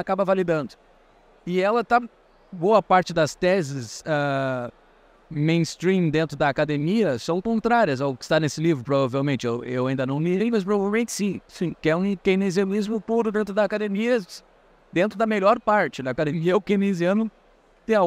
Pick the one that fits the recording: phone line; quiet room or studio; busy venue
busy venue